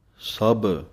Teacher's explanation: ਭਾਰਾ ਕਰਕੇ ਬੋਲਣਾ ਹੈ, ਭੱਬਾ ਹੈ